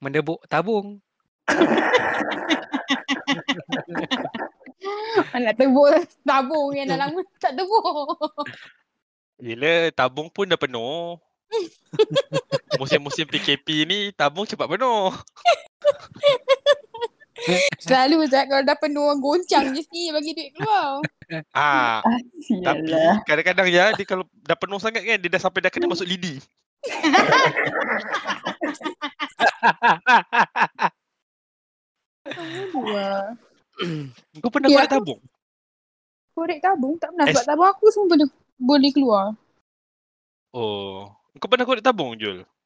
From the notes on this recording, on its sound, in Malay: Kitorg try record guna discord. Harap sound okay okay je la.